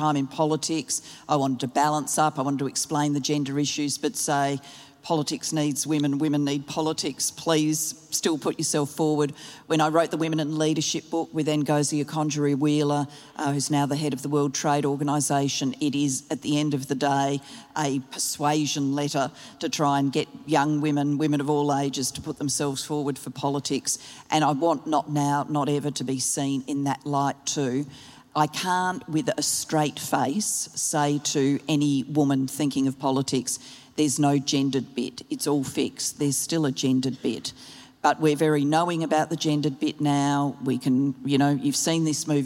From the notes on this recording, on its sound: Live at the Sydney Writers' Festival. The event was recorded live by the ABC’s Compass program.